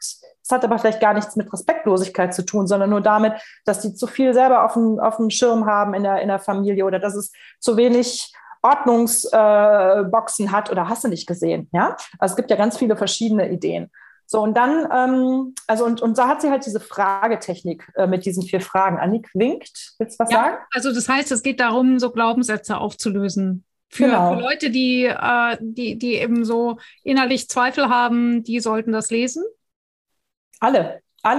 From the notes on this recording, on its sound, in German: Podcast zum interaktiven Live-Webinar